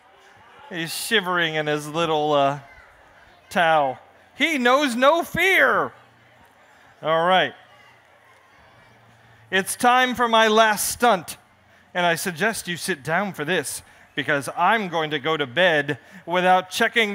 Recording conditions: live audience